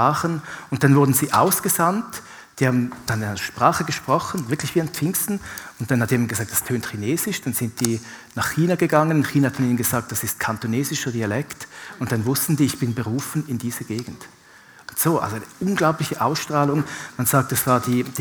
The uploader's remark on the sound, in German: Live aus Winterthur der Dienstagsgottesdienst.